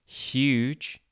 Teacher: If you pronounce it very slowly and exaggerate the sounds, huge, you can hear it at the beginning. We actually pronounce this H not as h, but as sh, so huge.